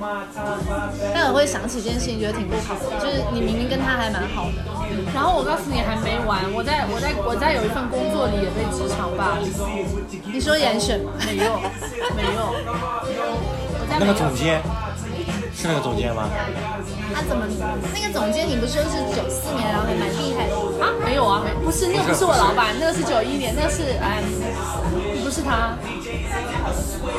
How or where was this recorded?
busy venue